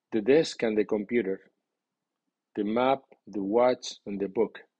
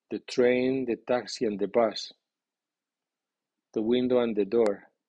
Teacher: and que normalmente lleva acento débil y suena n, perdiéndose la vocal y la d.